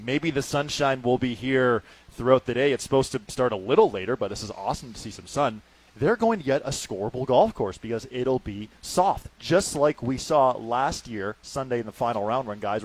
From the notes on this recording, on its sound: Today, we are live from the Rink Hole during the 2nd round of the RBC Canadian Open!